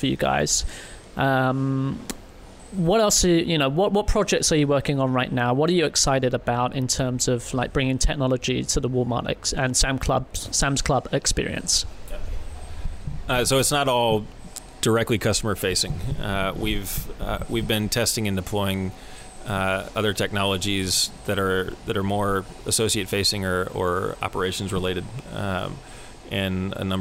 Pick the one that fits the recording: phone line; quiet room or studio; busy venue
busy venue